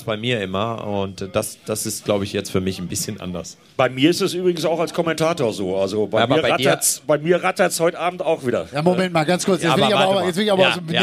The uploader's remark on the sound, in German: Live vom Lausitzring. Live auf der Schaeffler-Bühne am Lausitzring. Die Folge wurde vor Publikum aufgezeichnet.